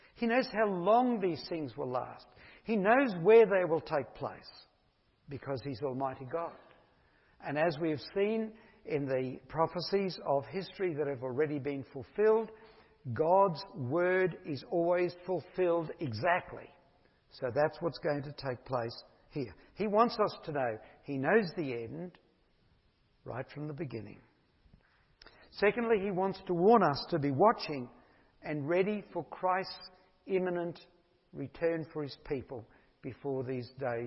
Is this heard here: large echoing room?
yes